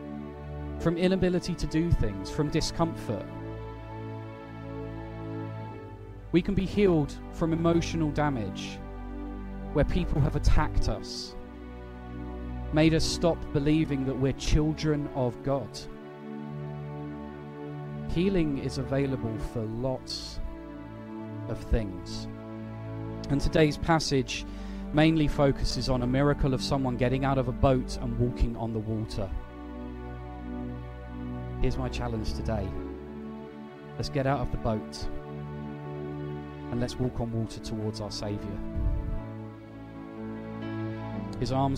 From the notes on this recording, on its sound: at Pembury Baptist Church on 13th August 2023.